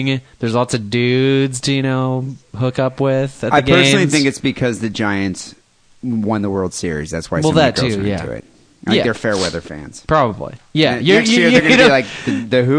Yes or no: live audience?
no